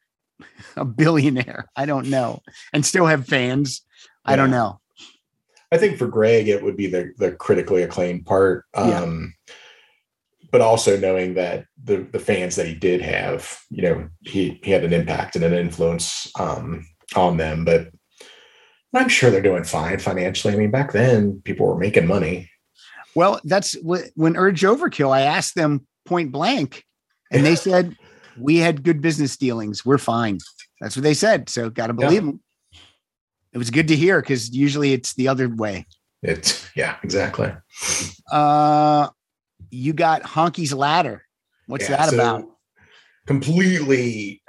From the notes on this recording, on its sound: to the Zoom Room